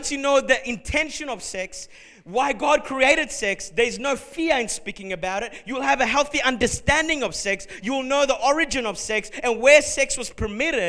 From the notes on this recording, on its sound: A message recorded at Revive Church Melbourne Australia during the 1:30pm Adults Service